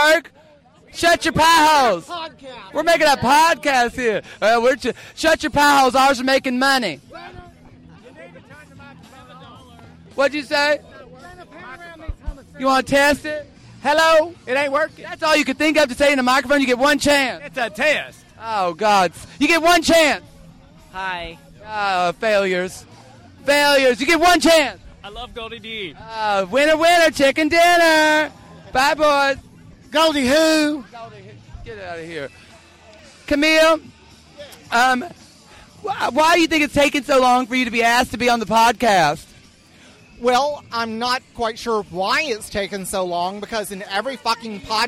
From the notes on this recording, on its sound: Live at Pride. Make their way through the crowd at Memphis Pride Fest, stopping occasionally to make the acquaintance of some seriously cool people.